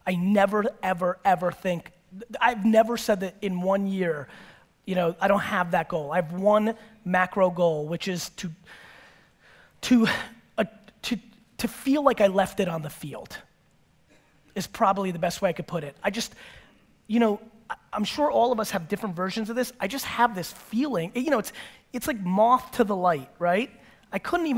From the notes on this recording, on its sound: This episode is from a keynote I gave in Ontario back in 2017.